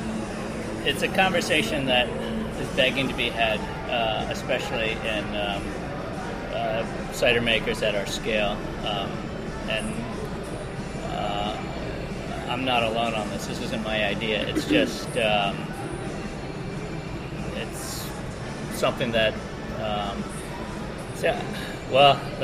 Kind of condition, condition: setting, busy venue